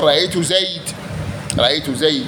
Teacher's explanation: رأيت زيدا، لهذا وقف عليه العرب بالألف إلا ربيعة، فإنهم وقفوا على نحو رأيت زيدا بالحذف